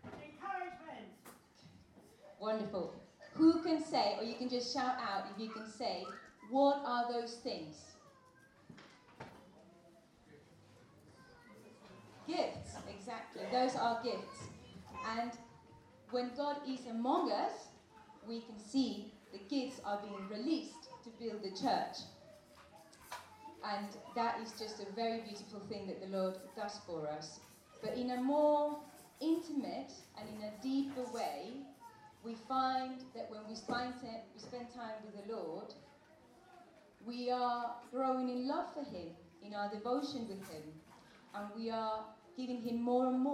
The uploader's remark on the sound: At our all-age 3t meeting. With the help of the children. With apologies for the poor quality of the recording.